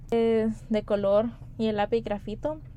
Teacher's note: el uso de elisión del sonido S en lápiz, en la frase lápiz grafito.